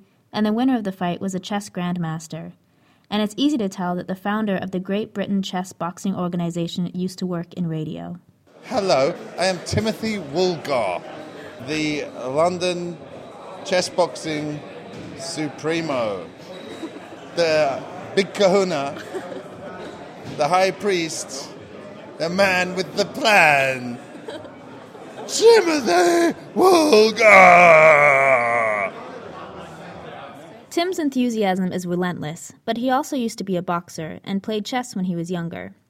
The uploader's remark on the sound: sounds from the fight night